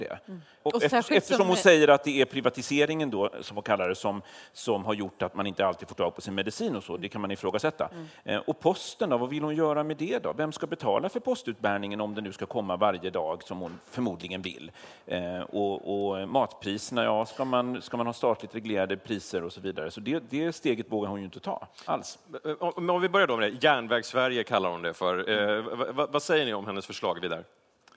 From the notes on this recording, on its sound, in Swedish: Livepodd från Almedalen. En specialpodd från Di:s ledarredaktion.